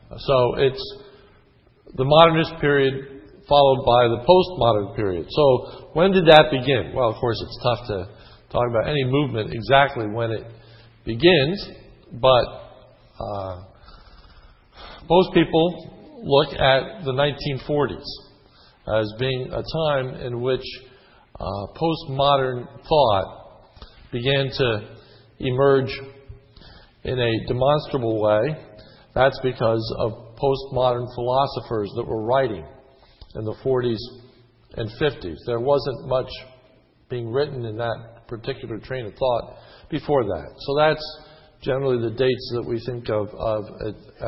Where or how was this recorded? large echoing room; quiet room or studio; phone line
large echoing room